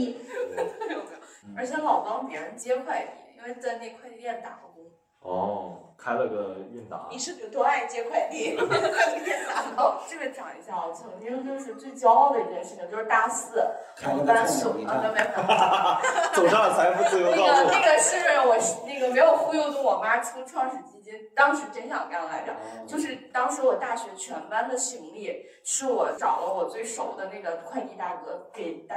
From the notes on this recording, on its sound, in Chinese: 最近两期由于场地不熟悉，设备出了问题，只能用备用素材，所以音质稍有问题。